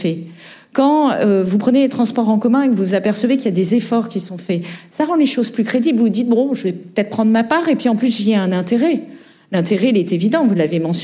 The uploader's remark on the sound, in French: Lors d'un enregistrement en public de Chaleur humaine, le 21 novembre 2023 à Paris, à la Bibliothèque nationale de France.